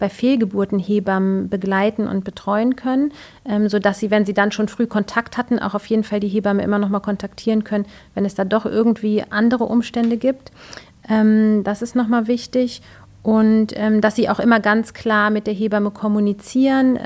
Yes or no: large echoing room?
no